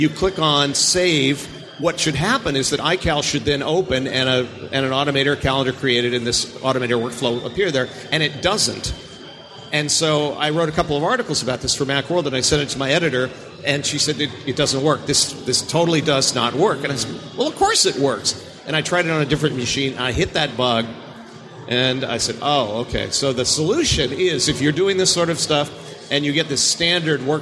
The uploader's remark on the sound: Mac 911 live at Macworld Expo 2012. Including ones submitted live by our audience!